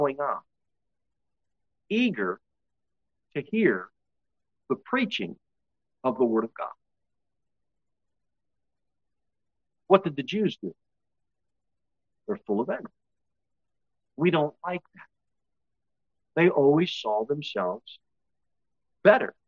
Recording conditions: large echoing room